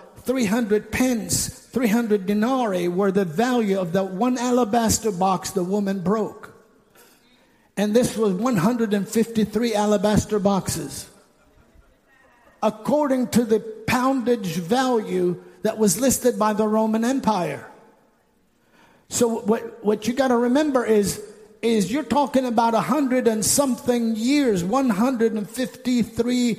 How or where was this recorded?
large echoing room